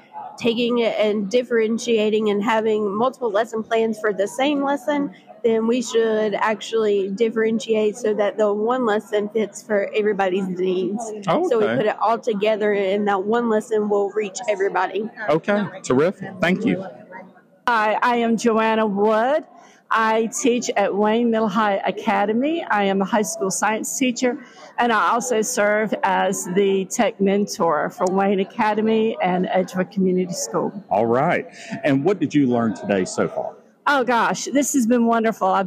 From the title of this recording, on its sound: On Location at NCBOLD